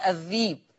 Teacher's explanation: يبدل الهمزة ياء عشان ما قبلها كسر